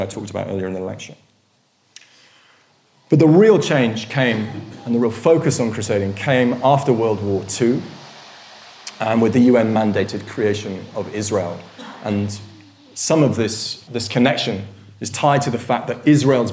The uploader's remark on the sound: In a lecture from our 2013 History Weekend festival.